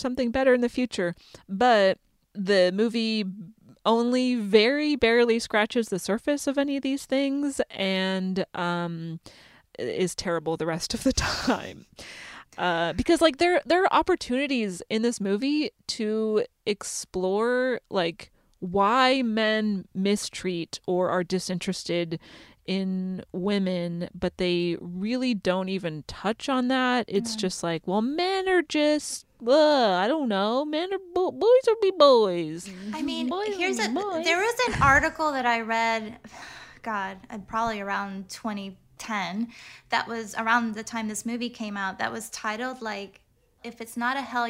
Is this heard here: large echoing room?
no